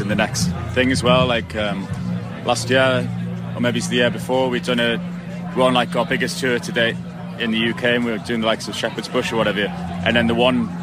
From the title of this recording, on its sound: BACKSTAGE Live at Electric Picnic